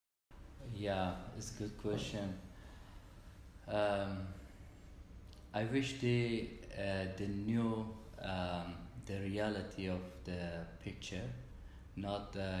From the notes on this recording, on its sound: This was recorded during our time in Greece at the Anastasi conference, so you’ll hear some ambient sounds and some fluctuations in our voices.